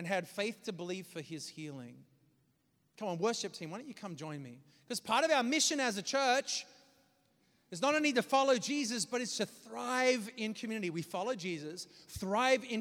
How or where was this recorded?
large echoing room